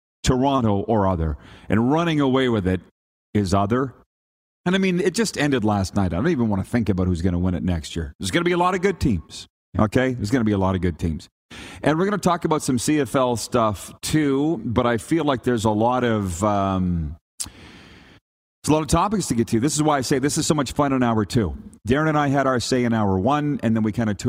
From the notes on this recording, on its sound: We are LIVE from the Grey Eagle Resort and Casino in Calgary, Alberta